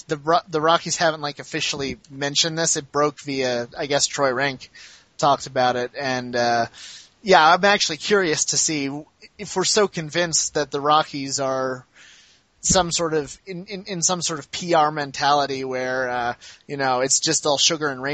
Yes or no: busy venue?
no